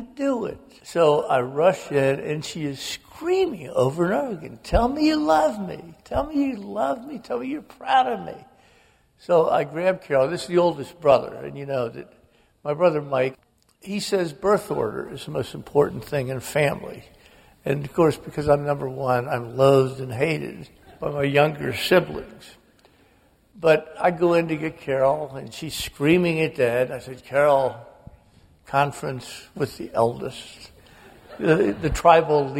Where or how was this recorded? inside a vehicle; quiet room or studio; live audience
live audience